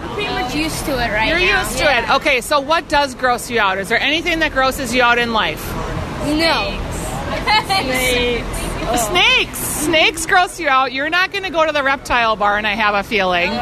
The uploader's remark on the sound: From the Minnesota State Fair. Live from the Coliseum giving us live commentary of award-winning cows!